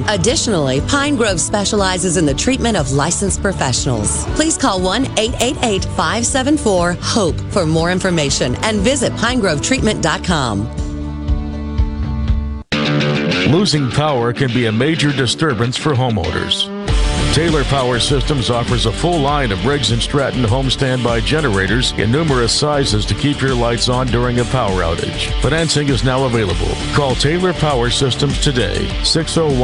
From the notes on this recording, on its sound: MidDays is LIVE from the Grand Opening of the new Richland location for Ace Bolt & Screw. Under the SuperTalk tent.